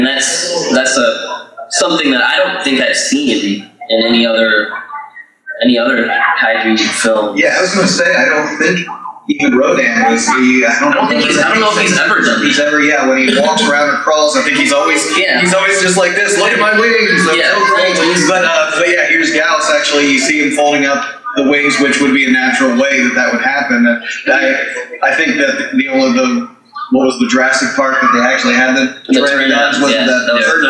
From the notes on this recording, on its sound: KT Live At G-Fest 2017. We present our 50th anniversary panel discussion. The audio on this one isn't perfect since the convention couldn't support some of our hardware, but we cleaned it up the best we could!